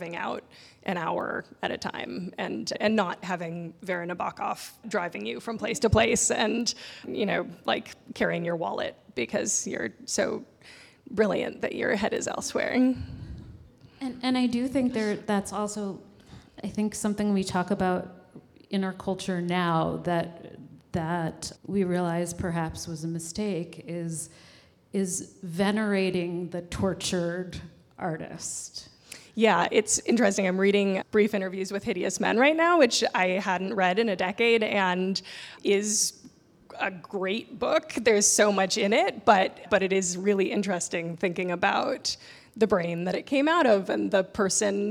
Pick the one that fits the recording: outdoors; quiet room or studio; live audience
live audience